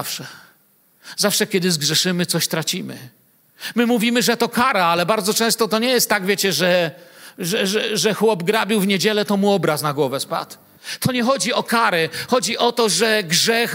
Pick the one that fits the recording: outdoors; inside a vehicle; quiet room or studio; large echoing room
large echoing room